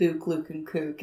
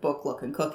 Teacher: our accent tends to adopt a oo sound for the double O · Shown in: first take · So most people pronounce it book, look and cook instead of book, look and cook. · Term: Stoke pronunciation